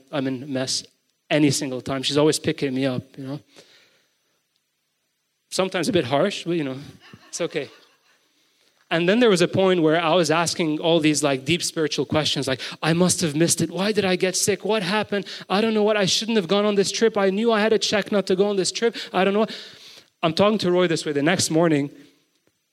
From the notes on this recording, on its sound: GoChurch Beirut's BIG SUNDAY GATHERING (recorded live on March 12, 2023) in Beirut, Lebanon